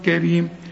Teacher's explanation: كريم كلها حروف مرققه بما فيهم الراء، لان الراء ما دام مكسوره تبقى مرققه